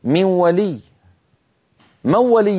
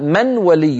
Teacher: لا يقرعون بطرف ألسنتهم مخرج النون بل ينتقلون إلى مخرج الواو مباشرة · Shown in: first take · Term: يدغمون النون